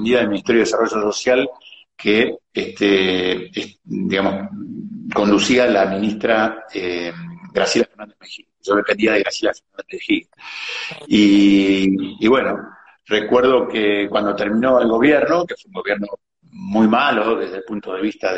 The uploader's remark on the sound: VIA INSTAGRAM LIVE